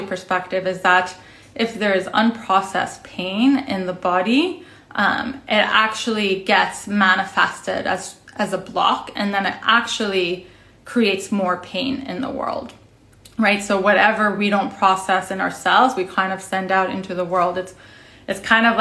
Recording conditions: phone or laptop microphone